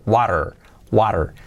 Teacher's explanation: me gusta pues la T más suavecita como un R suave y la R fuerte